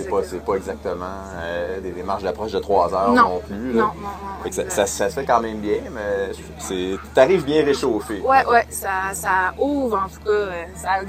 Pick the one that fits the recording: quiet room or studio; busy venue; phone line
busy venue